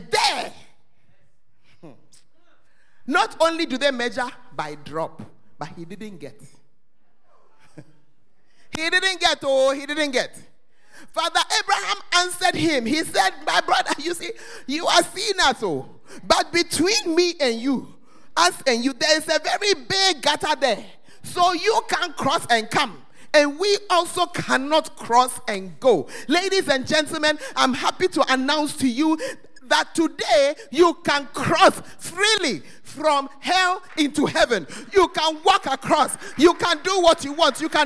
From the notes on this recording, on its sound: Preached at First Love Center Ayeduase